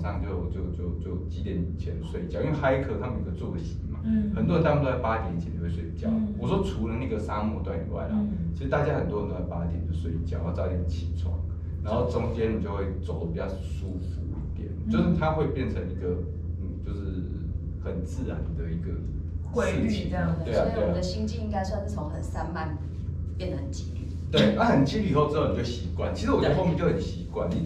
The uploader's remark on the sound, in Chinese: 收音見諒